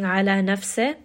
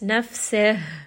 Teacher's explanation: when we end on the letter ha, we are going to make sure to give it a little bit of air because we don't want to drop this ha. · Shown in: second take · So make sure that you do give it a little bit of air, a little bit of هَمْس.